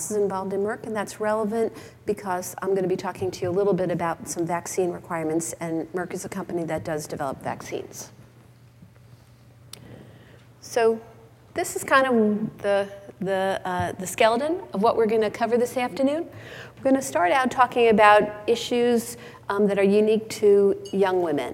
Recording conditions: live audience